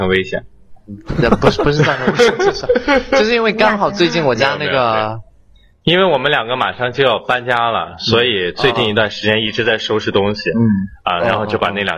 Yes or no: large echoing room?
no